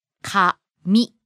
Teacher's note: Starts low and goes up on the second syllable. · Term: pitch accent